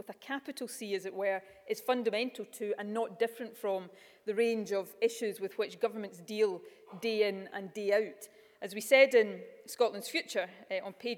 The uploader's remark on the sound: Keynote Speech At University Of Edinburgh’s Centre For Constitutional Law